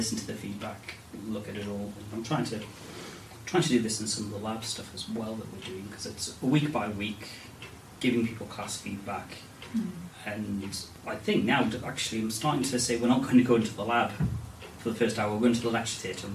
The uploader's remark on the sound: We're aware the audio isn't ideal